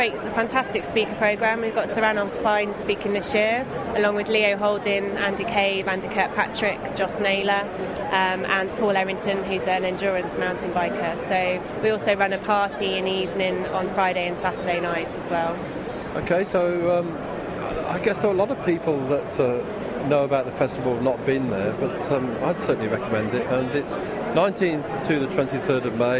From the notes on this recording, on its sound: Part 2 from The Outdoors Show at the NEC